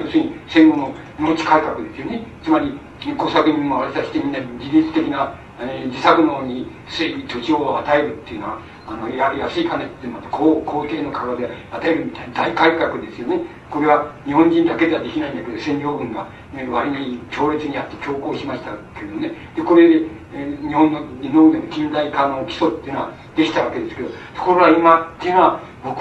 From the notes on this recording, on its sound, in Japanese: 場所：長岡市・中越高等学校会議室。音源は主催者提供。客席から録音されたものだが、 比較的クリア。しかし、 講演の最後の部分で録音が終わる。